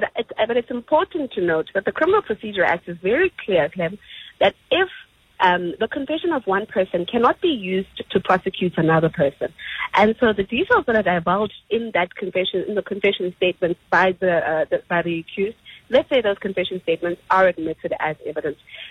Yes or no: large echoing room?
no